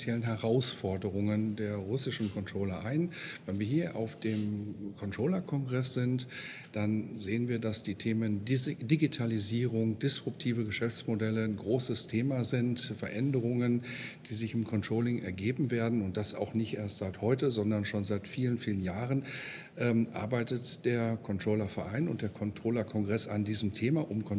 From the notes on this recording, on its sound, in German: Im Interview auf dem CC 2018. Congress der Controller in München. Der Performance Manager Podcast war live vor Ort und hat auf der größten Controller-Fachtagung in Europa mit den Who‘s Who im Controlling geredet.